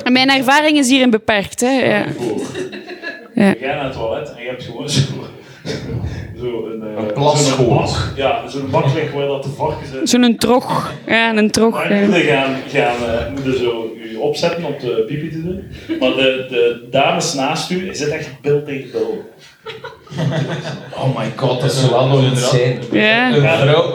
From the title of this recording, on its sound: GF23 Live